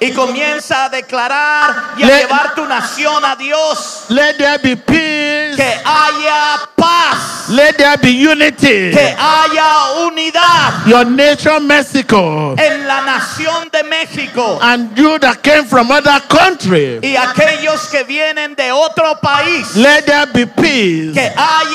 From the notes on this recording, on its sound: during the Mexico Pastor’s Conference held at the World Trade Center in Mexico City.